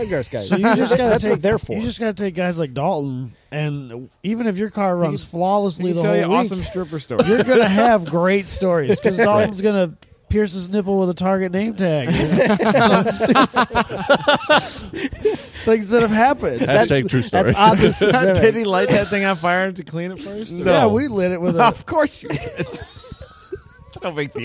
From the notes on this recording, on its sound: We record at COTA. Hang out in the same garages that the F1 teams use.